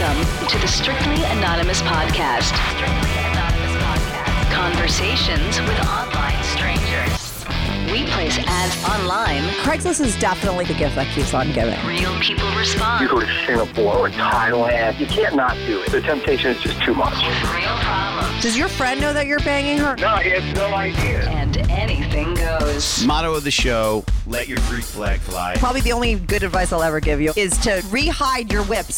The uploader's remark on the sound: She called in to talk all about it.